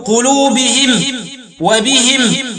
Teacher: وقرأوا بإسكان الميم وكسر الهاء وقفا فيقولون قلوبهم ويقولون بهم.